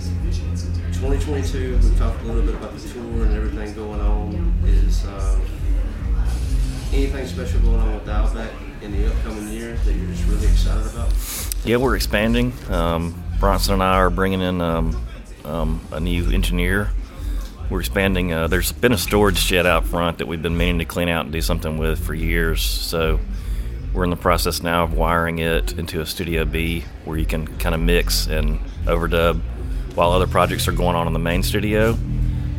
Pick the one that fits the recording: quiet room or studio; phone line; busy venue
busy venue